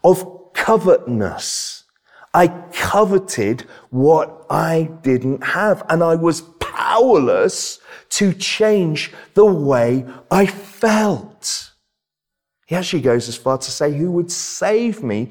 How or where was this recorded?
large echoing room